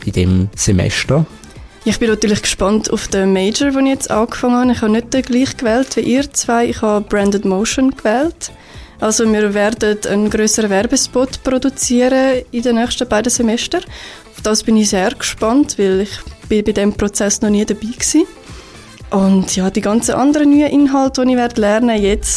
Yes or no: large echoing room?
no